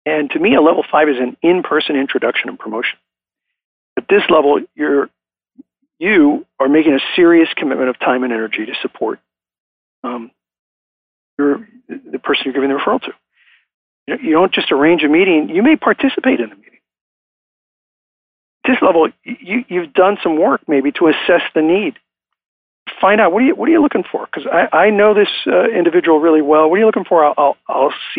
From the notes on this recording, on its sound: I am coming to you from Live Oak Recording Studio in Berkeley, California. I am joined on the phone today by the Founder and the Chief Visionary Officer of BNI.